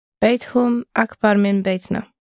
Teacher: we don't need the helping vowel before the hum because there's only t and h. And it's only when we add three consonants together that we need it.